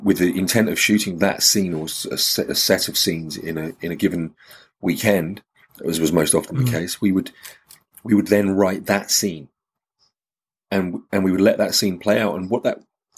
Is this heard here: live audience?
no